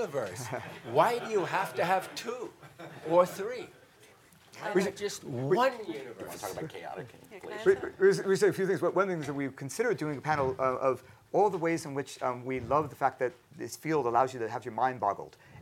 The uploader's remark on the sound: Recorded at the Auberge du Soleil in California’Äôs Napa Valley during the 2014 International Achievement Summit.